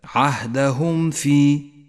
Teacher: حكم الإظهار الشفوي عند قوله تعالى عهدهم في، الميم الساكنة تكون أشد إظهارا إذا جاء بعدها حرف الفاء، تظهر من غير غنة أو تشديد هكذا عهدهم في.